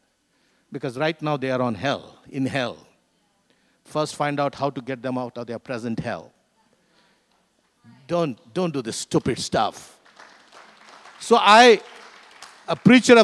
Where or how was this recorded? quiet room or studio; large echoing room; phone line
large echoing room